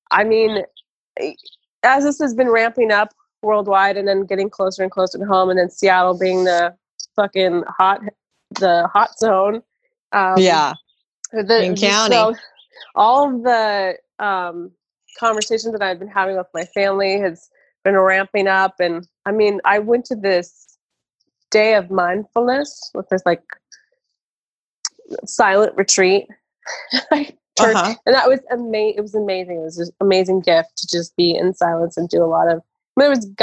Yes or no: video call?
yes